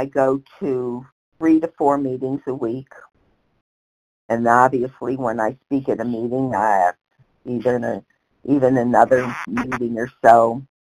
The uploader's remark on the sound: 100 Pounders Phone Meeting